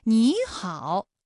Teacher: 也就是214加214直接演变成了35加214 · 第一个音节的三声变成二声 · Term: 三声的变调